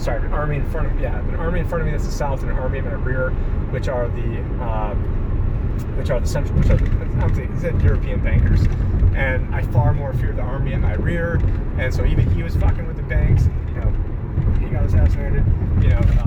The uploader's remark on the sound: Epic Rant While Driving To Jekyll Island. Filmed whilst driving so please be advised audio quality isn't where it usually is.